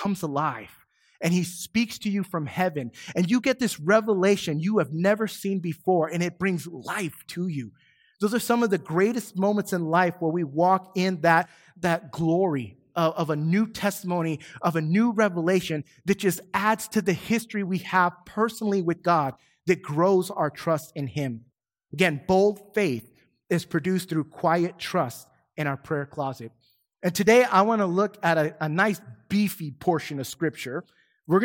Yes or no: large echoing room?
yes